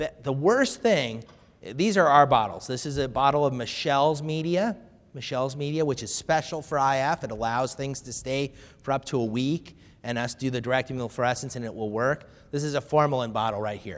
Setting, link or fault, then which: setting, live audience